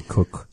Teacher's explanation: when we make that sound, the u, our mouth becomes rounded